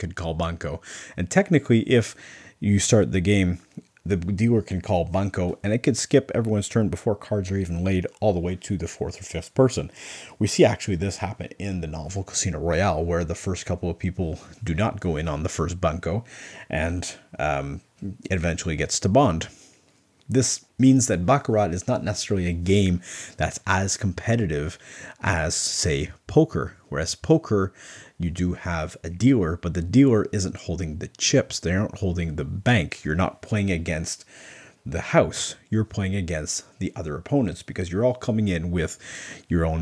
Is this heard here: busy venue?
no